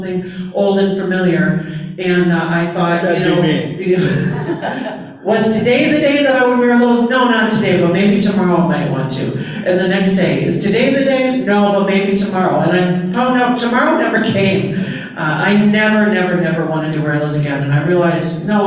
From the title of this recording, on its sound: A Live Presentation